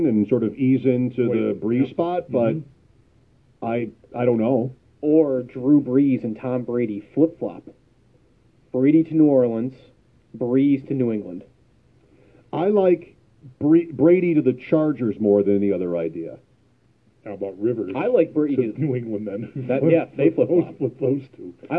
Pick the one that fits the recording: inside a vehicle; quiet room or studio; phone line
phone line